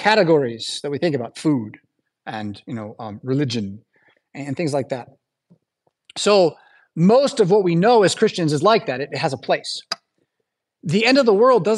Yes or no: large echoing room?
yes